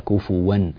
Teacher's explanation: حفص وحده هو الذي انفرد بضم الفاء وفتح الواو هنا هكذا كفوا أما بقية القراء يقولون كفوا وبعضهم يقول كفئا